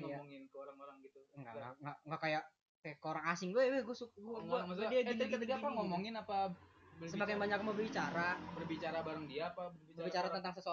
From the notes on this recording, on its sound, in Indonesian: Audio nya kaya anjing jadi maaf jika banyak suara kendaraan.